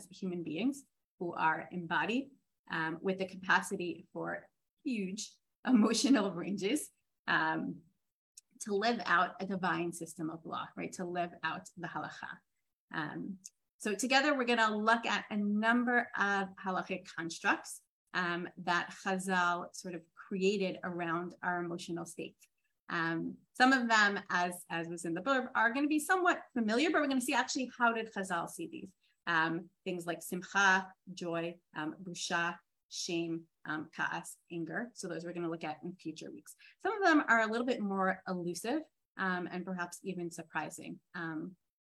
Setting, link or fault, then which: link, video call